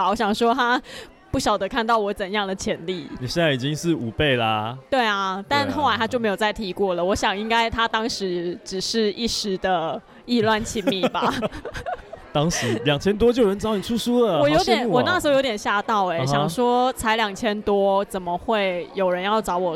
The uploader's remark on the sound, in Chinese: Live Podcast：出版人小聚十二月現場